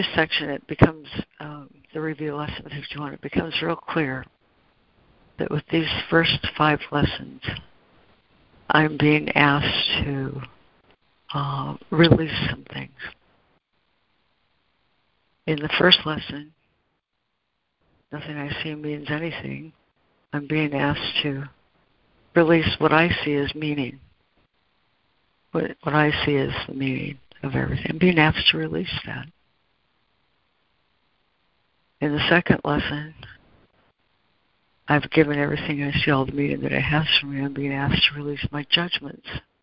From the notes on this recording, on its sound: ACIM Daily Conference Call